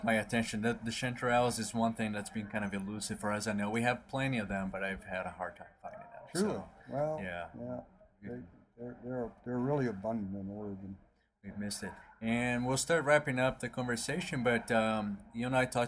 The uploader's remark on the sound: it was done in a noisy area